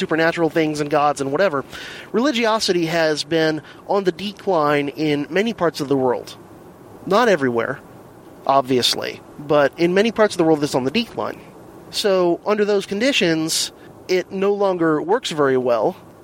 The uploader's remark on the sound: Here is the first mobile DHP episode in a while, recorded over the course of my commute to & from work. (BTW, the audio is much improved over previous in-the-car recordings!).